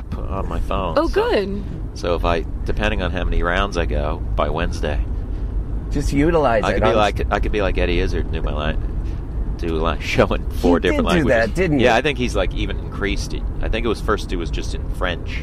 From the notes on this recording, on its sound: Jumps into the Honda at LAX to do all the best shows in Los Angeles.